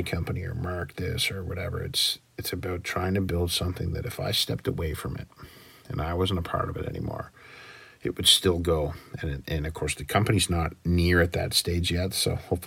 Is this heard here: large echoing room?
no